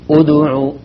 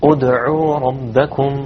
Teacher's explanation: المضمومة بعدها بعض الناس يقول أدعوا يضم الثلاثة الصحيح أن الدال ساكنة ومقلقلة بس بدون ضم · Shown in: second take